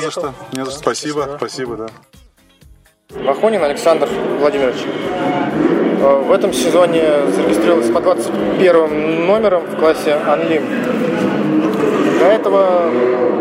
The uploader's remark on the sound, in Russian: Выпуск записан на старейшей из ныне действующих российских гоночных трасс — АДМ Мячково, во время первого этапа кубка MaxPowerCars&Bikes.